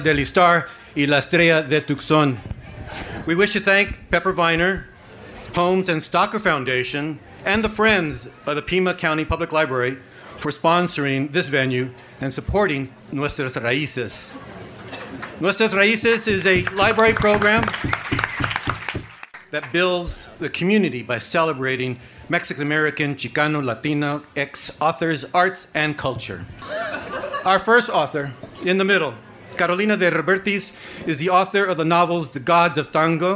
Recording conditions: busy venue